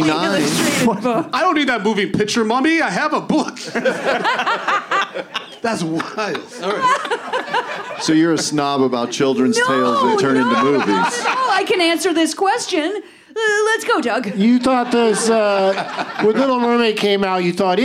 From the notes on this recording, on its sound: Live from Dynasty Typewriter in Los Angeles